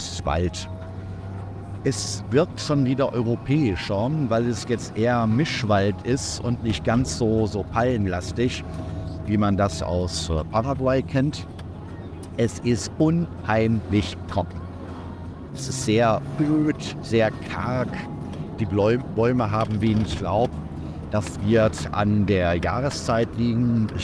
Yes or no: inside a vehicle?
yes